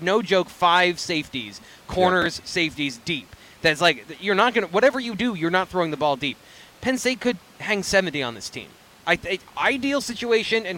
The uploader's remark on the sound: BWI Live: Penn State Football Tailgate Show- Homecoming vs. UMass. The show airs live, outside of the Bryce Jordan Center across the street from Beaver Stadium.